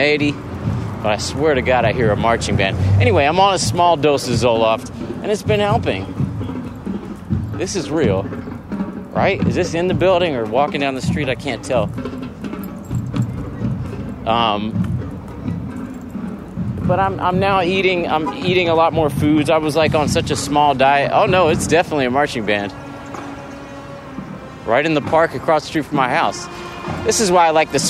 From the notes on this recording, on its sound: While on tour together. Get together in Boston, backstage at the Sinclair, for a talk.